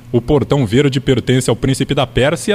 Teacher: saiu sem o R caipira, o considerado, também conhecido aí na fonoaudiologia como R retroflexo